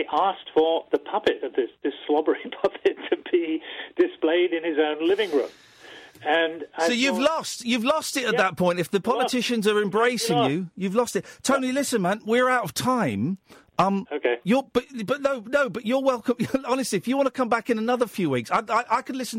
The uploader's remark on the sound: Joined in the studio. Joined on the phone.